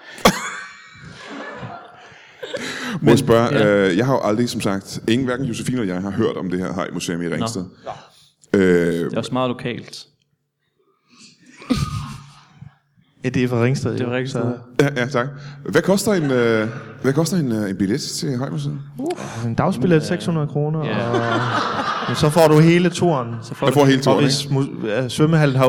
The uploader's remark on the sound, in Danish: LIVE fra Teater Grob